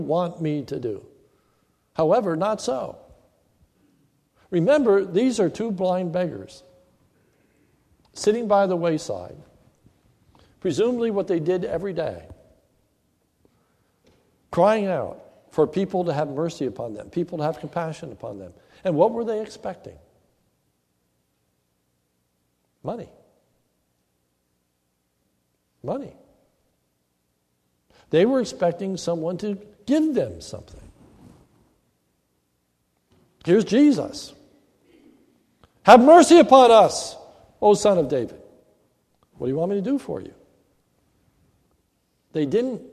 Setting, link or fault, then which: setting, large echoing room